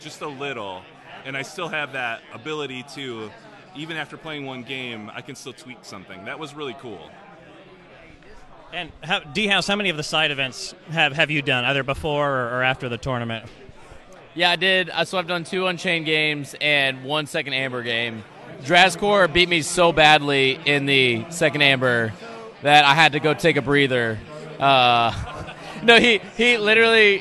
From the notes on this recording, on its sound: audio logs from day one of KeyForge Celebration 2022